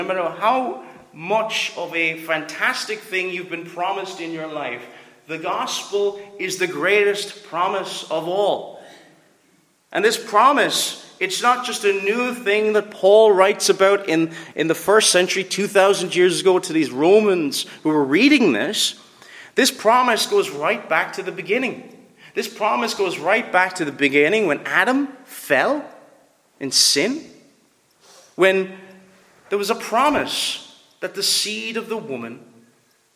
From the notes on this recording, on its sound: Preached at Ballylane Reformed Presbyterian Church